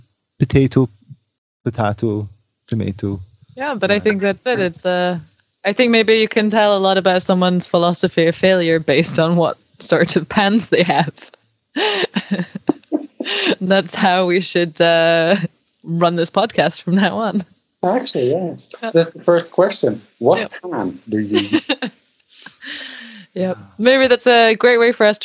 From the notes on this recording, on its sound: We met up. From the failures, errors, glitches and outtakes from our conversation here.